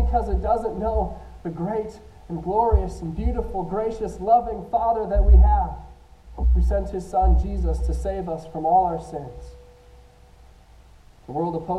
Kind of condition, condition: fault, poor sound quality